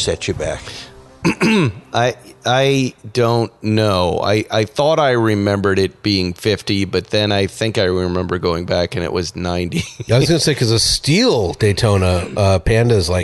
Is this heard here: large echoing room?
no